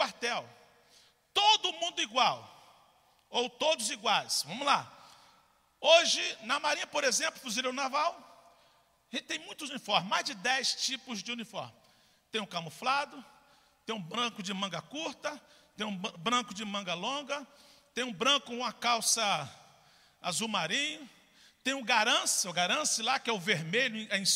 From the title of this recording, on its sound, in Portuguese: CULTO DA VITÓRIA AO VIVO